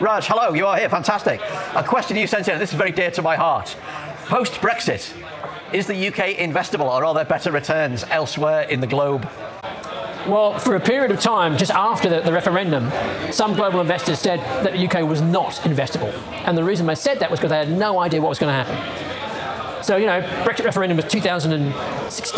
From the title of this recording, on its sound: Live in London!